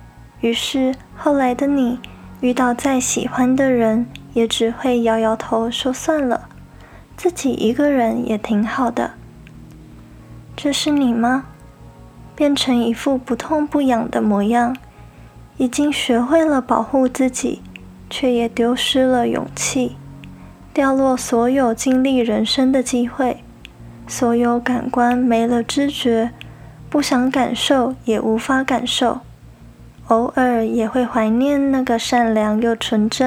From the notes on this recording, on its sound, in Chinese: 因為錄音環境的緣故，錄音的品質並沒有太理想，雜音有點多，還請大家多多包容。